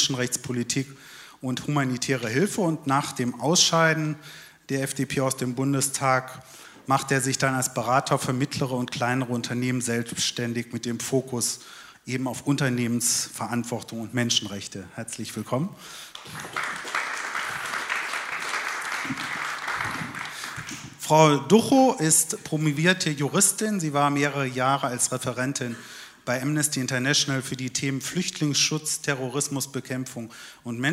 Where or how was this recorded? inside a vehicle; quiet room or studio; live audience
live audience